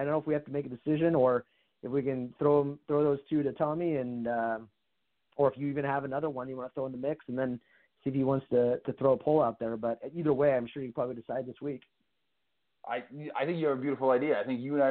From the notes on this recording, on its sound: We take your calls live on the air.